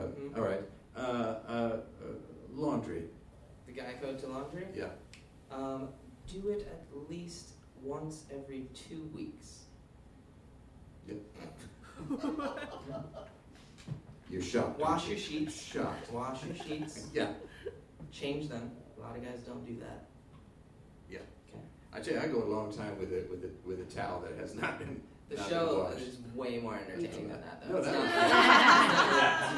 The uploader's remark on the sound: live show, presented as part of the 2013 Gotham Storytelling Festival